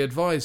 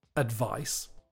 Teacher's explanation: the z at the end of advise is a s sound in advice